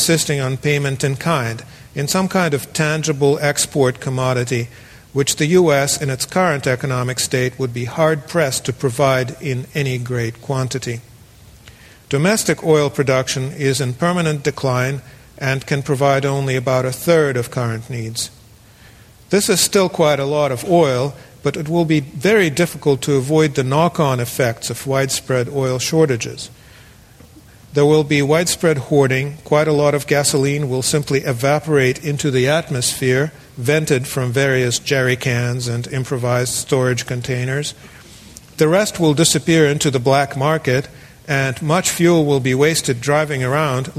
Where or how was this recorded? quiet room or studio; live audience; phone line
live audience